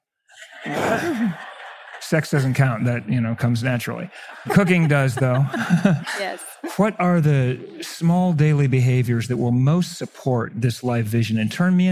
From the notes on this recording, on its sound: 3-way panel discussion live from Mindvalley's A-Fest stage in Bali